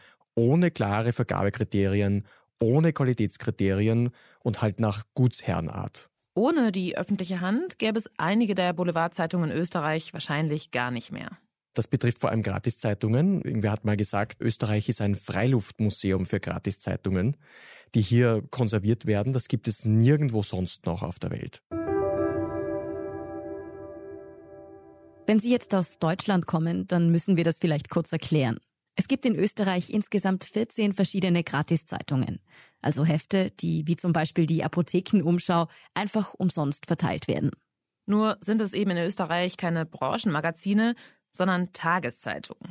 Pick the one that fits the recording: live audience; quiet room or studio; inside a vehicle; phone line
quiet room or studio